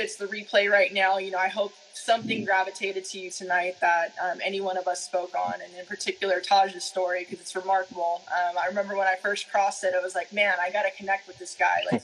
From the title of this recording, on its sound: Instagram Live